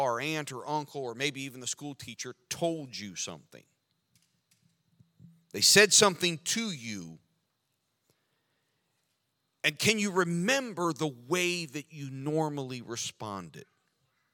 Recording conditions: large echoing room